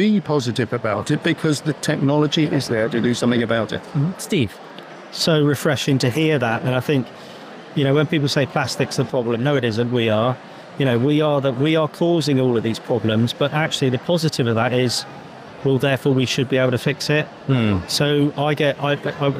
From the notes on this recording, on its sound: Recorded live at Devon Business Show.